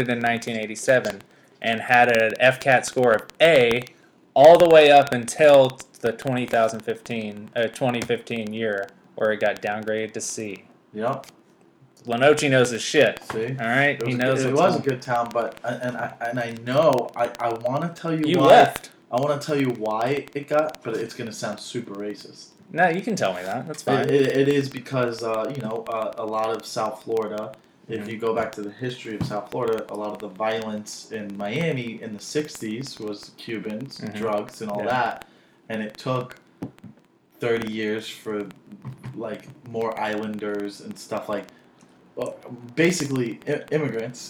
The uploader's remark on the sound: screws up the audio setup in the episode to where it sounds absolutely terrible!